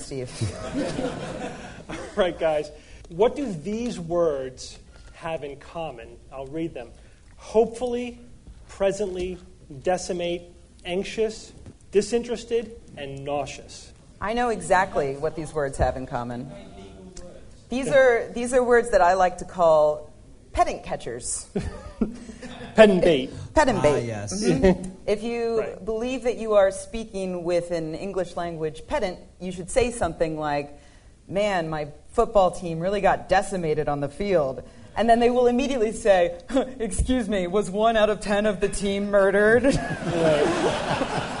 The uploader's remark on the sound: Live from NECSS 2012.